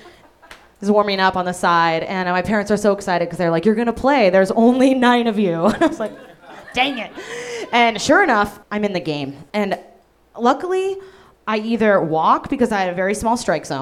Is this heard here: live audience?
yes